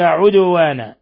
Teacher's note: قلقلة الدال لسكونها، ولأن من حروف قطب جد